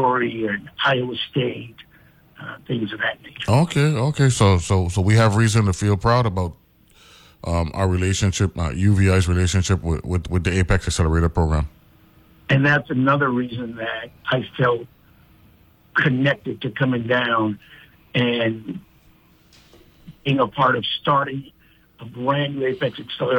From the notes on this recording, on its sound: speaks on the phone